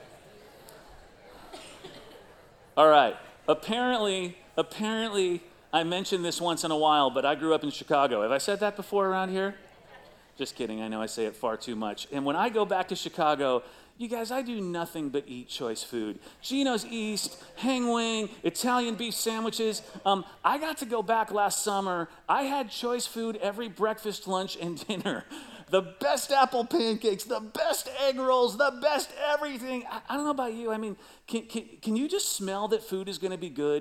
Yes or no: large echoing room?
yes